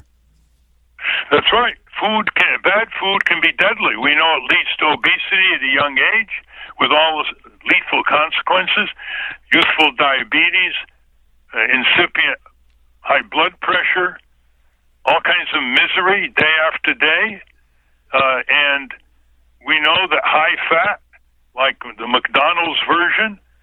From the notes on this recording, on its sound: called into the show on June 10, 2020